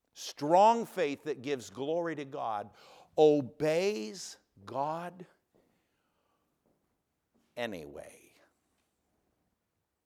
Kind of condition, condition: setting, large echoing room